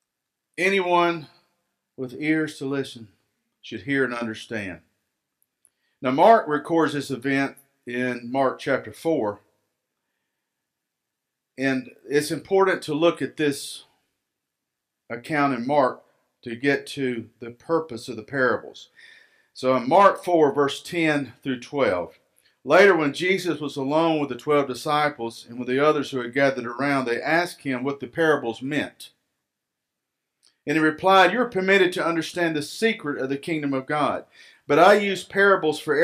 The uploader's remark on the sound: Recorded live at Freedom Fellowship Church in Tontitown, Arkansas on Sunday, March 21, 2021.